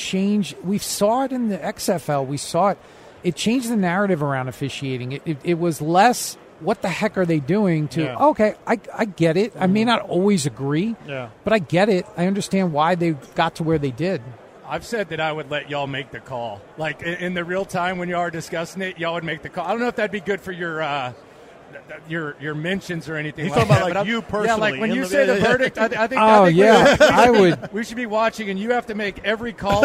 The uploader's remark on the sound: Joins The Show LIVE At Radio Row